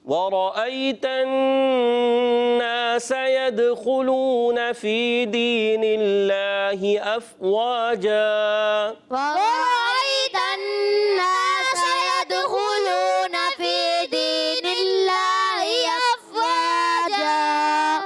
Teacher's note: في دين الله أفواجا قلنا ایک الف کا پورا کرنا ہے را کو پر پڑھنا ہے دال میں کلکلا ہونا چاہیے